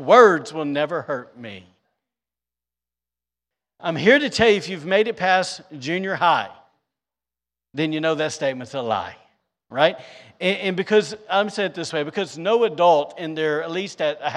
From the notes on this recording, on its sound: was recorded on Sunday, July 31st, 2022, during service at The Anchor Church in Rockport, Maine